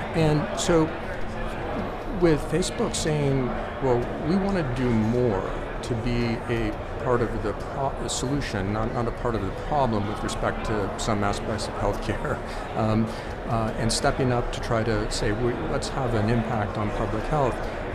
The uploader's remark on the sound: recorded at HLTH in Las Vegas